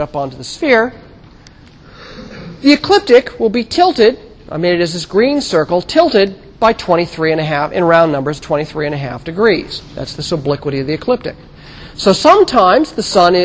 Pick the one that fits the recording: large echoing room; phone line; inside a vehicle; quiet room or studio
large echoing room